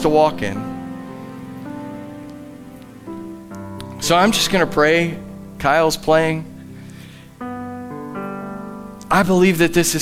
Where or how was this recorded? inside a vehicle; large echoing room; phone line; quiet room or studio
large echoing room